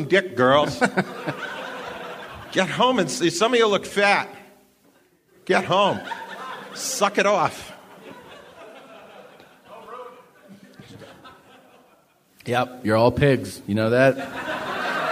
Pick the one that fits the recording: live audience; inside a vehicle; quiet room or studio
live audience